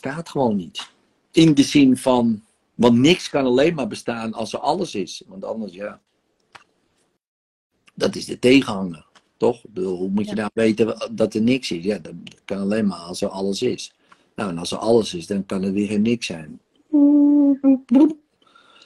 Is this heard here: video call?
yes